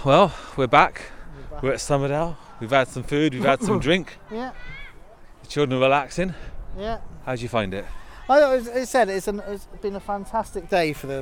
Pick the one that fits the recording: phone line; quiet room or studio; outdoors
outdoors